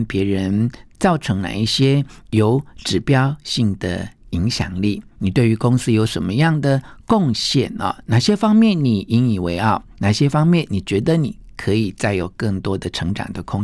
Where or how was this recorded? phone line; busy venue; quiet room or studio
quiet room or studio